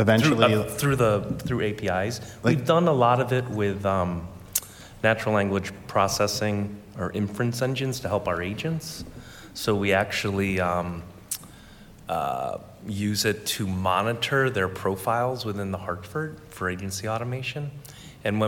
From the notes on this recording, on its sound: InsurTech Panel – Acord Connect – Live Recording. Recorded Live in Boston.